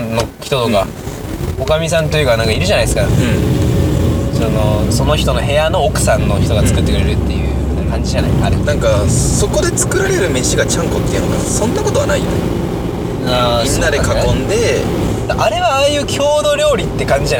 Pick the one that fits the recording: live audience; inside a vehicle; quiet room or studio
inside a vehicle